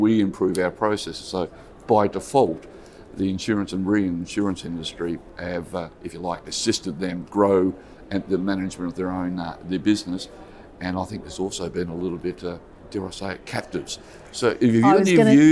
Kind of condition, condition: setting, busy venue